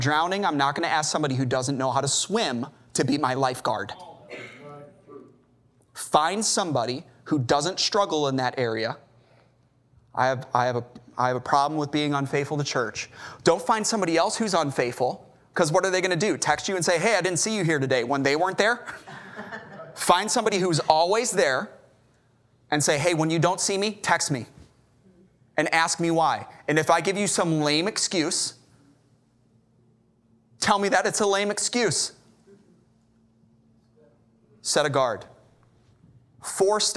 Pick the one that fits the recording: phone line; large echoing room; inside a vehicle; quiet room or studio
large echoing room